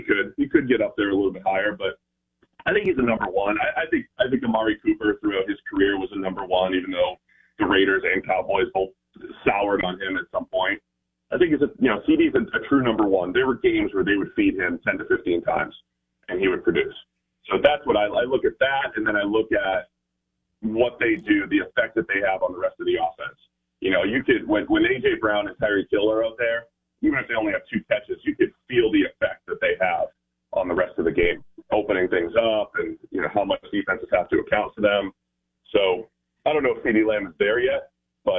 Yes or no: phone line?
yes